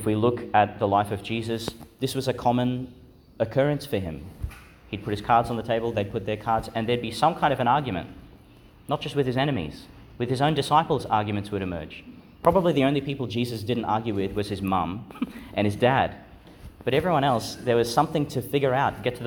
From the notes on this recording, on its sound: Delivered (at the evening Mass) in Our Lady Star of the Sea Church, Gladstone, Qld. Delivered (at the evening Mass) in Our Lady Star of the Sea Church, Gladstone, Qld.